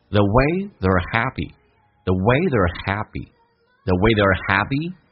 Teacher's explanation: they are 在一起，它有一个很这个突出的一个叫做弱化现象，它不会说成 theyare，它会说成 the，一个咬舌音直接加个儿化音叫 er，就变成 the。你听一下 they are 跟 the 有没有很大的区别，所以你要搞懂什么叫做弱化现象。